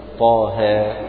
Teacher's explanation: طا هذا مد طبيعي، وها مد أيضا طبيعي، ويمد كل منهما بمقدار حركتين، ويسمى حرفيا طبيعيا لأنه في فواتح السور.